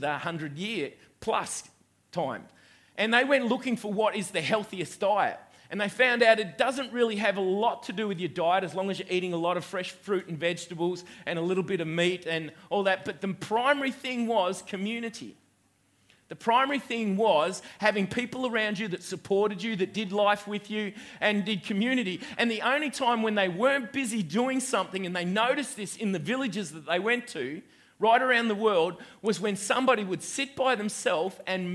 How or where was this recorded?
live audience